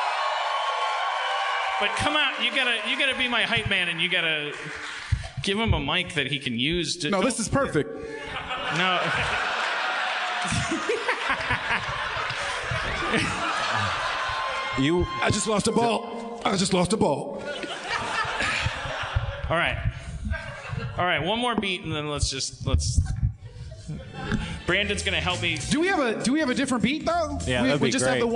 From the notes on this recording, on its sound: LIVE from the Chicago Improv Festival 2017. Joins the Chicago Improv Festival.